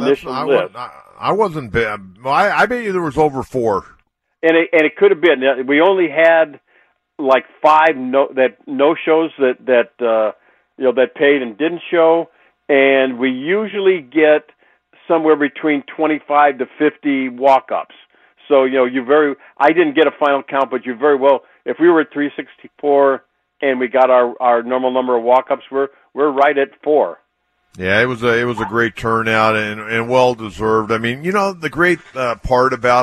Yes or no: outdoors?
no